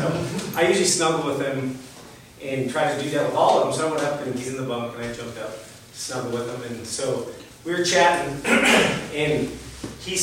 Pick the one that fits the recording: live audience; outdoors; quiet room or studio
live audience